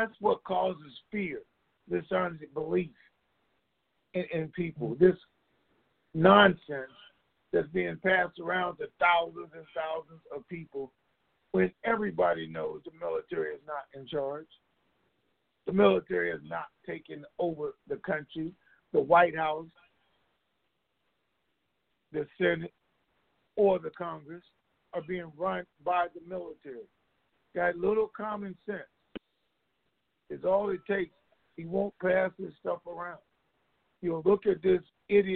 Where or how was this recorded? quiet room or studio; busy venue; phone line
phone line